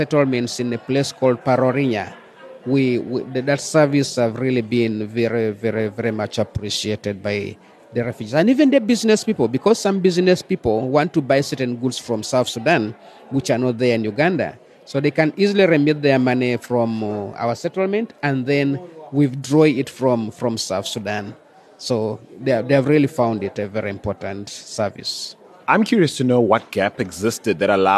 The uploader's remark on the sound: This podcast was taped at the fringes of SPARK’s 7th Annual IGNITE Conference in Amsterdam. A premier gathering of refugees, entrepreneurs, educators, private sector actors, government leaders, academics and NGOs.